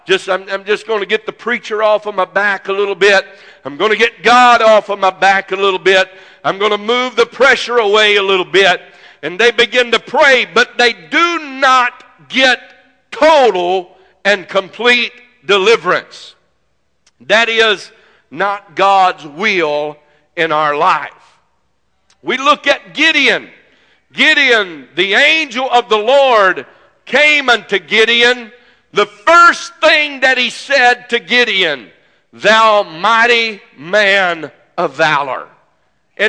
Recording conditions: large echoing room